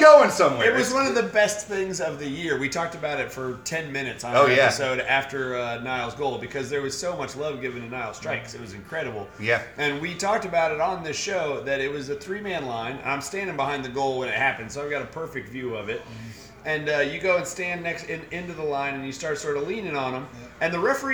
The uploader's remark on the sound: Live from Odeon!